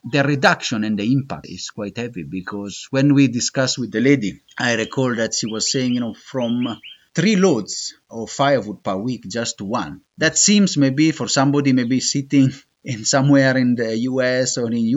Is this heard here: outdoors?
yes